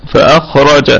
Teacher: طيب فأخرج، قلنا الكلمة كلها مرققة ما عدا الخاء والراء. الخاء في الدرجة الثانية من درجات التفخيم لأنه ساكن وقبله مفتوح، والراء مفخمة، ونقف عليها بوجه واحد بالسكون المحض، وتكون القلقلة هنا قلقلة وسطى لأنها ساكن متطرف.